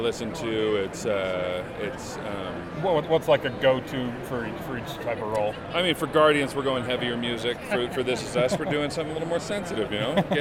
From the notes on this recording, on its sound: at Salt Lake Comic Con back in September in between his signing and panels